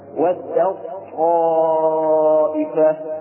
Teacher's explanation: وأيضا التاء في الطاء نقول ودت طائفة، ننطق أيضا بالطاء مشددة ونحذف التاء · Term: إدغام